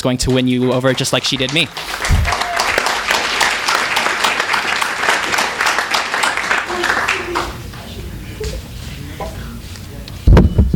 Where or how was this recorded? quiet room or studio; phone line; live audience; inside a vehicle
live audience